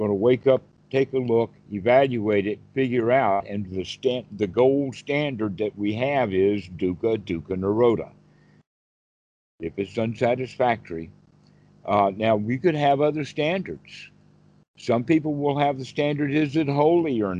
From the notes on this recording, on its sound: skype calls on this channel